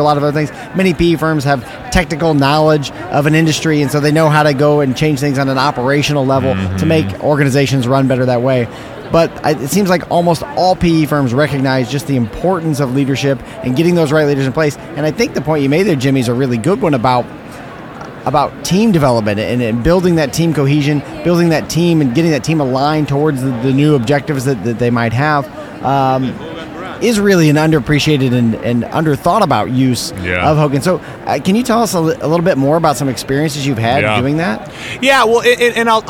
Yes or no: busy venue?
yes